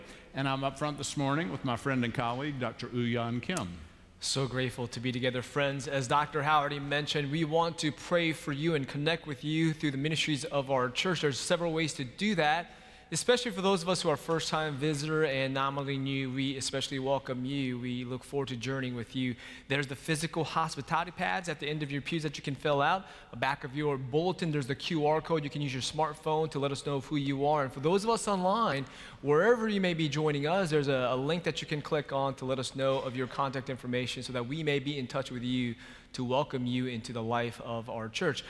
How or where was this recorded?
large echoing room